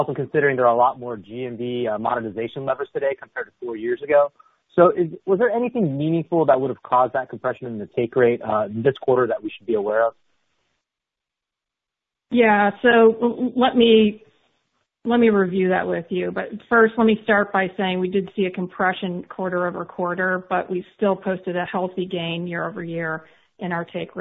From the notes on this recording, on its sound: (NYSE:SHOP) Q3 2020 Earnings Conference Call